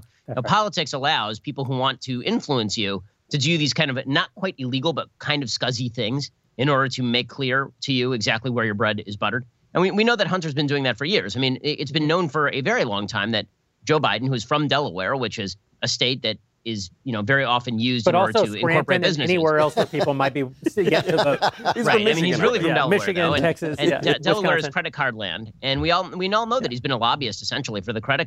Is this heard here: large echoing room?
no